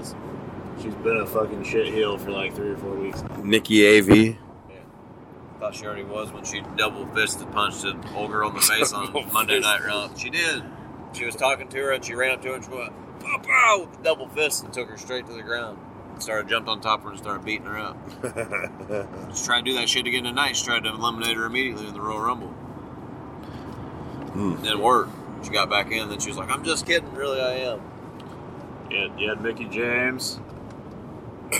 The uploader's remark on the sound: We recorded on a handheld on our roadtrip home from the Royal Rumble. Raw and Gritty!